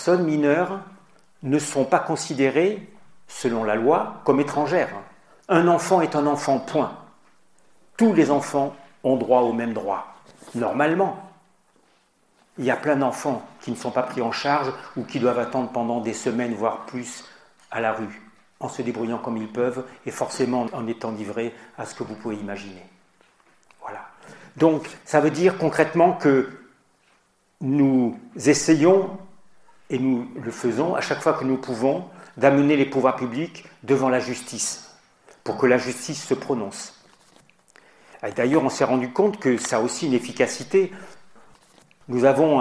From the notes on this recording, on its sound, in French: Dans cette émission nous communiquons une conférence à l’occasion de la Journée de la Fraternité.